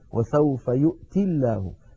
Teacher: فلما نصل يؤتي بلفظ الجلالة تسقط الياء